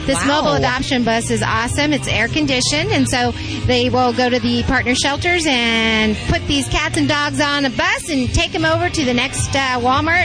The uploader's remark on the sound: We're live and adopting out animals as part of the North Shores Animal League's 'Get Your Licks on Route 66' Tour